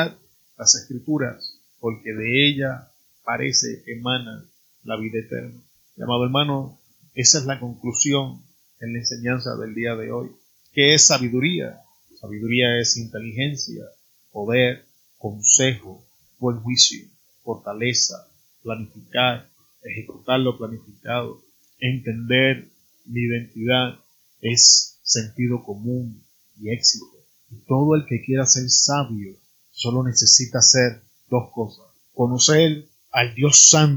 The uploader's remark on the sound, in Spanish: Tuve problemas con el audio, disculpen la calidad de sonido en el día de hoy.